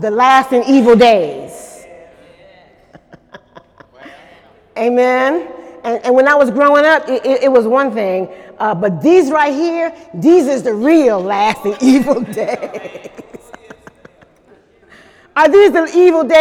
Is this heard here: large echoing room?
yes